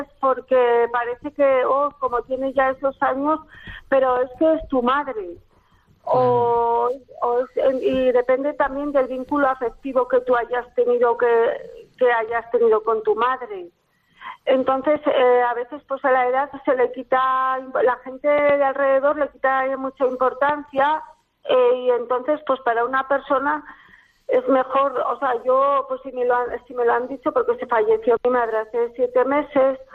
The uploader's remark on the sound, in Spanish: un programa especialmente compartido con nuestros oyentes con llamadas en directo